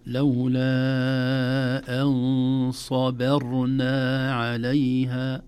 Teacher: الباء أيضا عرضة لأن تفخم، لأن واقع بين مفخمين، بين صاد قبلها وراء ساكنة بعدها. لولا أن صبرنا عليها، أيضا تحتاج إلى تدريب أو تدرب حتى وتمرس حتى نأتي بها.